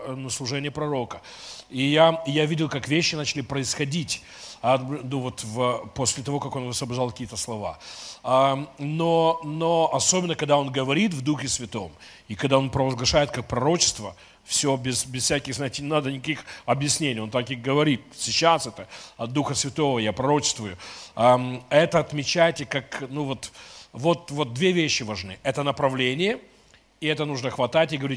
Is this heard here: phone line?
no